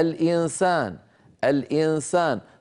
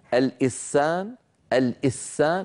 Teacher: نطقنا من النون غنتها ولكن الفم مهيئ على مخرج السين · Shown in: first take · Term: إخفاء